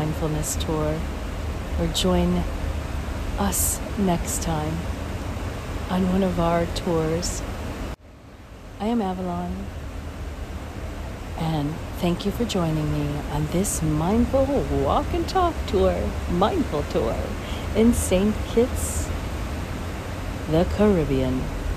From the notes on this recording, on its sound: Basseterre, St. Kitts. Special Edition On Location Walk and Talk.